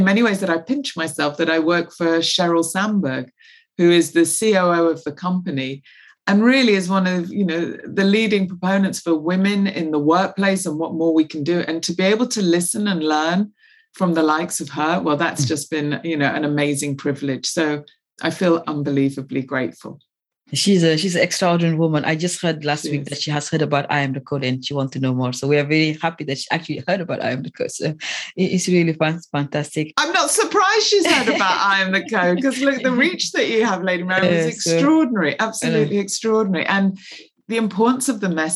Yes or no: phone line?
no